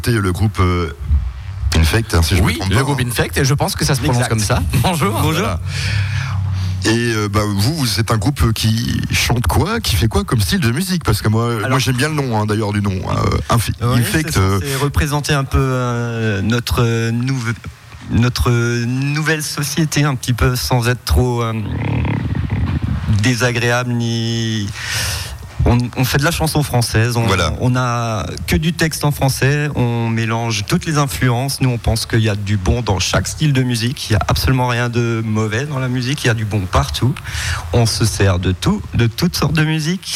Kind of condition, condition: setting, busy venue